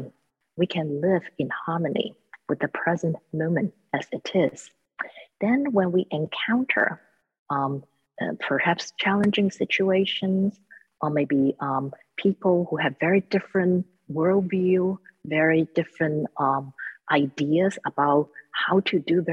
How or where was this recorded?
video call